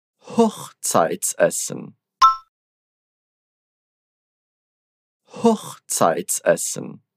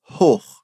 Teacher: lembra que a pronúncia desse O é bem fechada